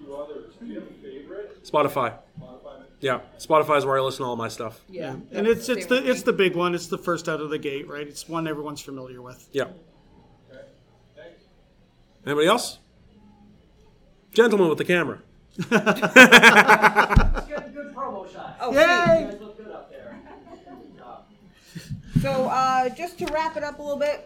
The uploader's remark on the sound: Live from Forest City Comic Con! Coming to you live from Forest City Comicon in London Ontario!